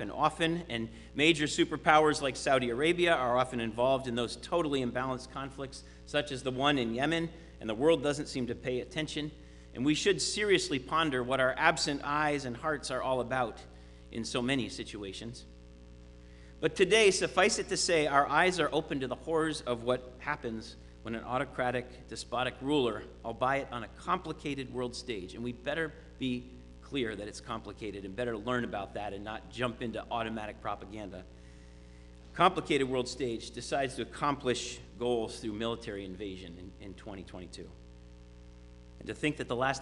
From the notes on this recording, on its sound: Sermon preached at RCHP.